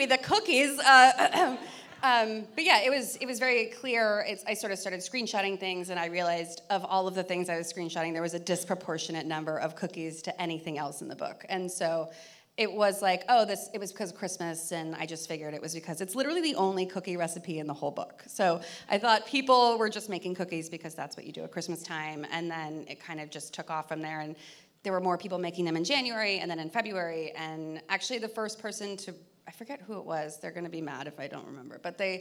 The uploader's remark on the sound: we hosted a live recording (!!!) at The Bell House in Brooklyn